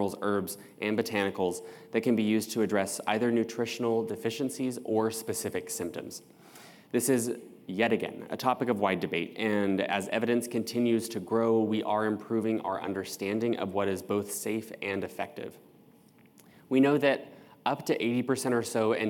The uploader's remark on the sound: Welcome to this year's Eye Believe 2023 Survivorship Seminar recording series.